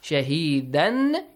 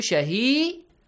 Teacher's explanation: تَنْوِين فَتْحَة. Whenever we stop at the end of the word, it changes to Alif Mad. · Shown in: second take · Shaheedan changes to Shaheeda.